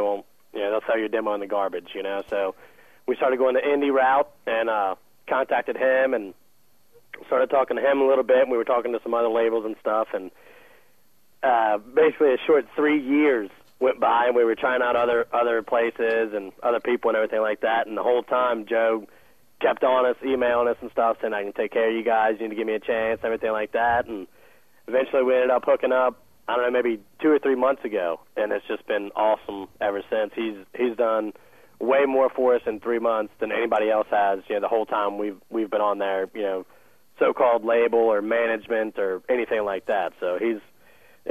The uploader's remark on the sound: A phone interview.